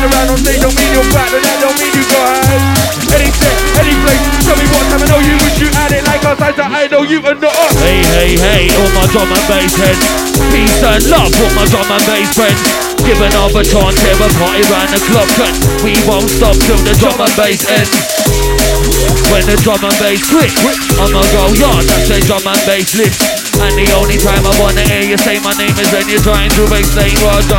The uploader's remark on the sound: Recorded live Rough Tempo - 30 Jan 2018